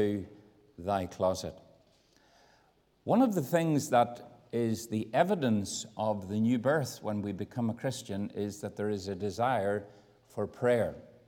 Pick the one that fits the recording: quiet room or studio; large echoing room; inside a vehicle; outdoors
large echoing room